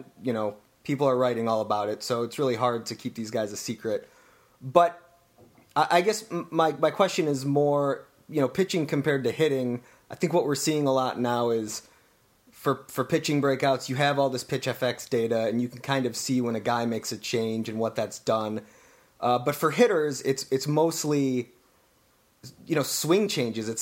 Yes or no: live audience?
no